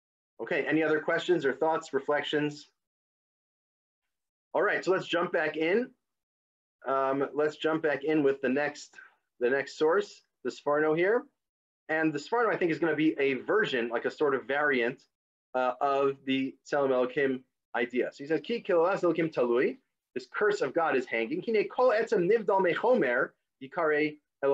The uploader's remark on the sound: This audio was originally captured from Zoom